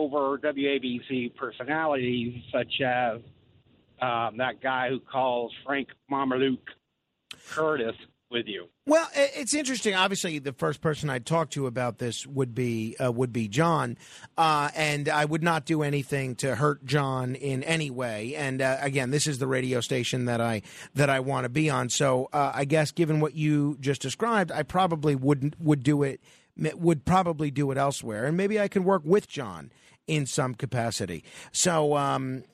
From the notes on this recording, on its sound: Takes callers on it.